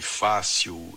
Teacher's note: a sílaba tônica de fácil é fá